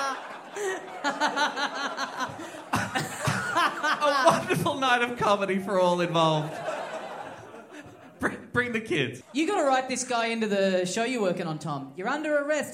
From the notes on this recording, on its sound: We’re back down in Tasmania this week, in front of a pumped-up crowd at the Uni Bar.